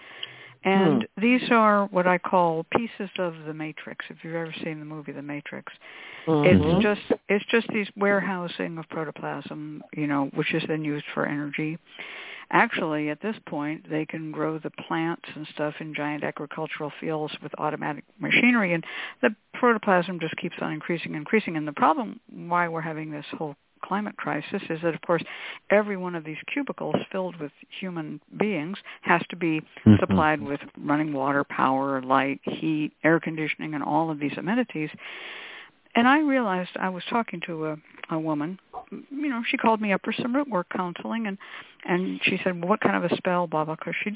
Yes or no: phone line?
yes